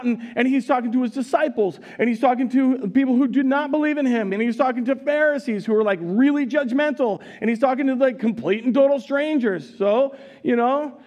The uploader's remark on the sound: Recorded live at Word of Life Church in Le Sueur, Minnesota, on April 23, 2023